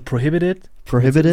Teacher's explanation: So mit so einem D quasi schon statt des Ts.